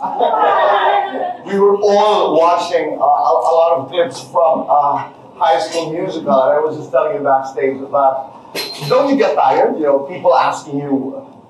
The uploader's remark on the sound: Manila press conference